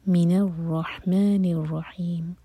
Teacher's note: را پر فتح تو make sure کہ را ہیوی ہو اور را پر شدہ ہے تو اس کو اسٹرانگ پڑھنا ہے. من الرحمن الرحیم، ان میں مد عالی لسکون.